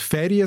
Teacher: Immer ist es ein betonter, starker Vokal und hinten ist es ein unbetonter, schwacher Vokal.